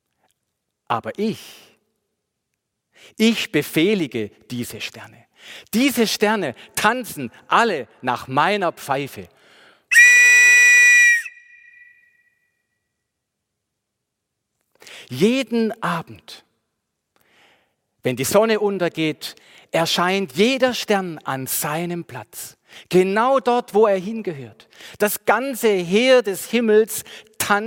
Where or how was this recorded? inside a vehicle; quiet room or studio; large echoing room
large echoing room